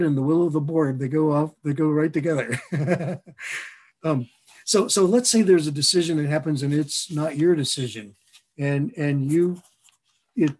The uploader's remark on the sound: a recording of a Facilitator M webinar